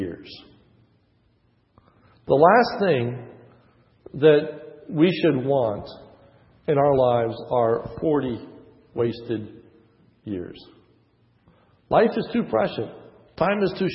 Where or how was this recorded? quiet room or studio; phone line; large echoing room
large echoing room